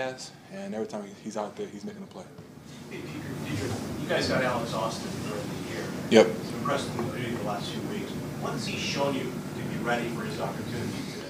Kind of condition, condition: setting, busy venue